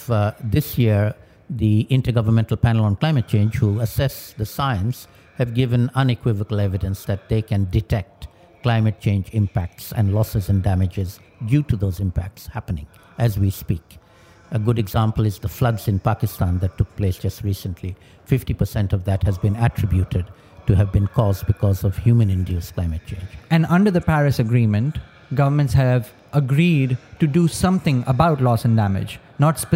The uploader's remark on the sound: recorded at COP27